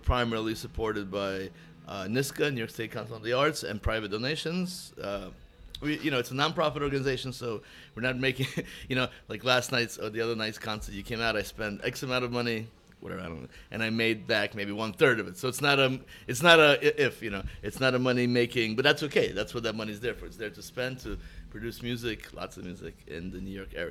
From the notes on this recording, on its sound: At Gebhard's Beer Culture Bar. At Gebhard's Beer Culture Bar.